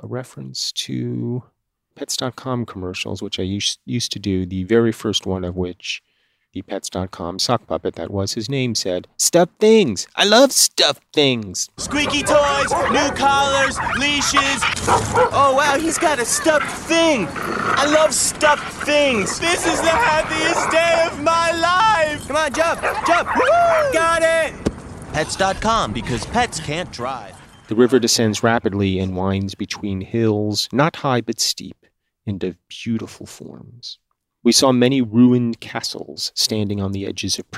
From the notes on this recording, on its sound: moves the entire Obscure set-up outside to better consider nature